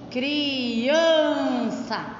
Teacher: Qual que é a sílaba mais forte? É o an